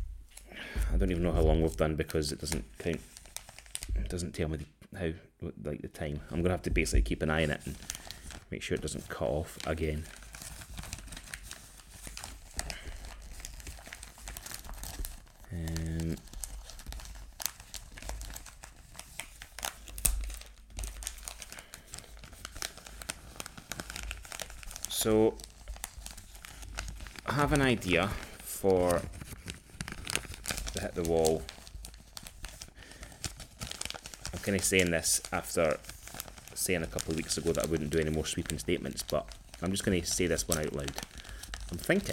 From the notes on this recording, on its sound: He also has new microphones and wants to play with them. Wraps Christmas presents while chatting on his new microphone.